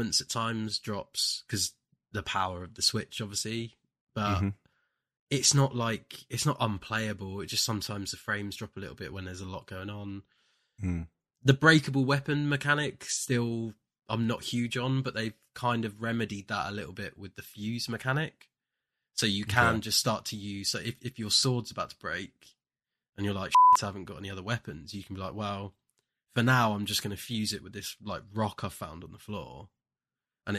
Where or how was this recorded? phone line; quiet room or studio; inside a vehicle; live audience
quiet room or studio